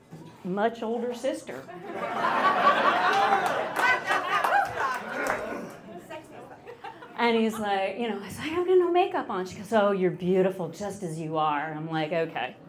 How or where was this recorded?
live audience